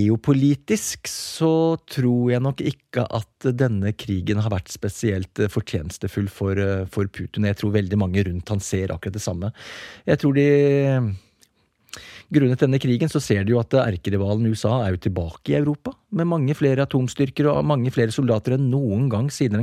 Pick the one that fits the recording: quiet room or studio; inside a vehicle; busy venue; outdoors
quiet room or studio